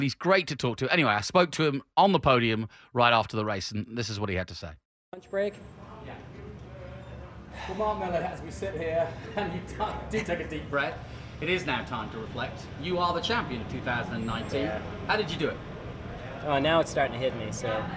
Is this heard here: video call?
no